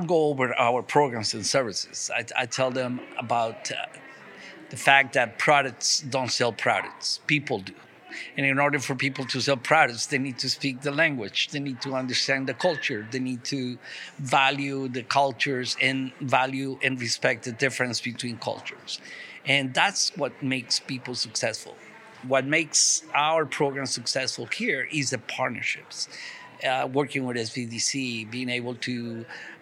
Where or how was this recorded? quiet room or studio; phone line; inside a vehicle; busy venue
busy venue